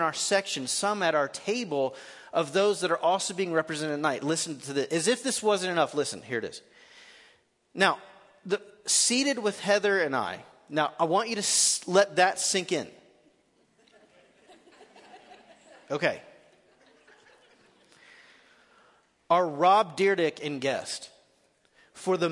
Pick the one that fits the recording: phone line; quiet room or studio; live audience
live audience